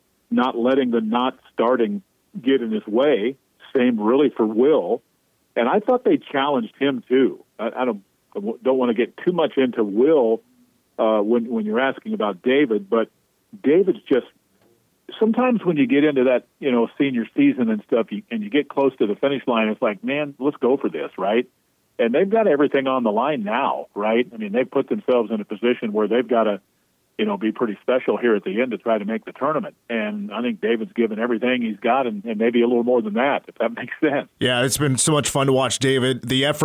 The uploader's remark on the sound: calls in from Bramlage